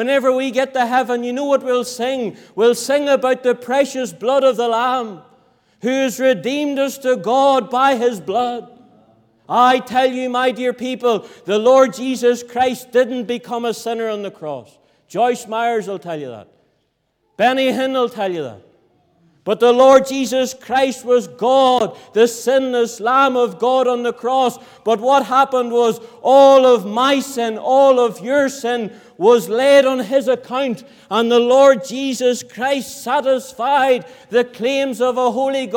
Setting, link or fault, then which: setting, large echoing room